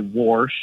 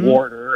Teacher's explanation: warsper with an extra R thrown in there · Term: R insertion